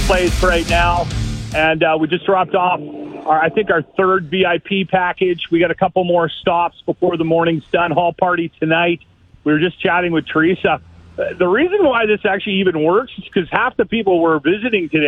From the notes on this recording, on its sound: broadcast the show while driving around the city